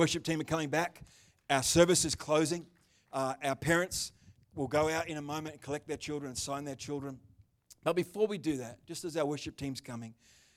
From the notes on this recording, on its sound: The livestream of Destiny Church Atherton.